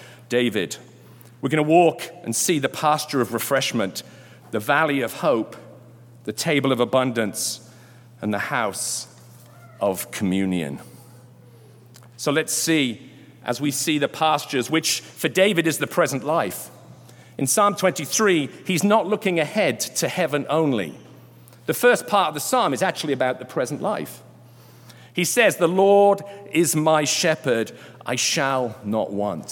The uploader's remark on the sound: Delivered during Sunday Worship on July 24, 2022.